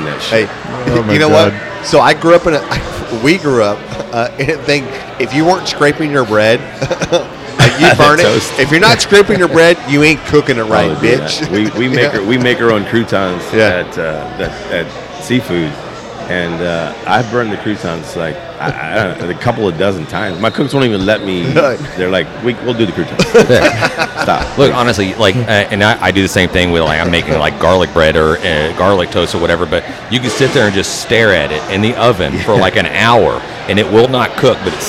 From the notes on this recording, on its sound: On location at his sports bar